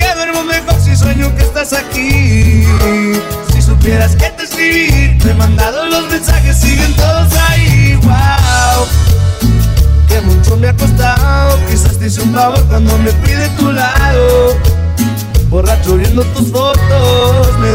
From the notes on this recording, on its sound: The transitions are sloppy cause they are live, but the music is good and the crowd had a great time.